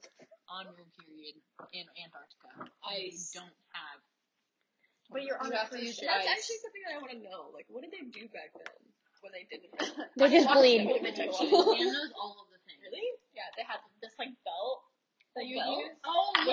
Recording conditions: poor sound quality